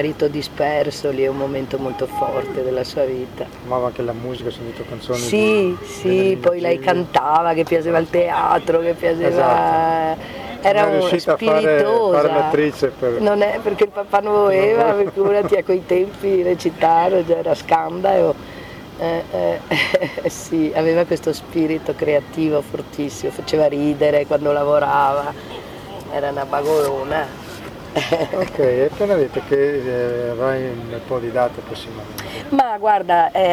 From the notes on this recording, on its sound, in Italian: Altre tre interviste registrate ad Antiche Mura Teatro Festival